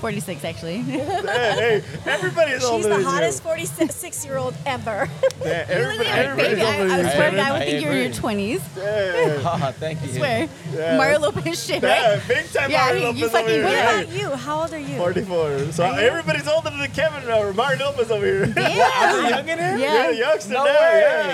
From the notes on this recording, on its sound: They bring the excitement to you as they record live at Athena's Affairs, a renowned venue for Adult Parties. Throughout the night, you can expect to hear from various guests immersed in the lifestyle, including unicorns, bulls, groups and couples.